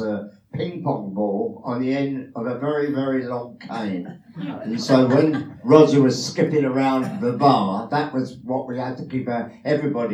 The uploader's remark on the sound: A recording of the Q&A session that followed the films' premier at Raindance Film Festival last month in London's West End.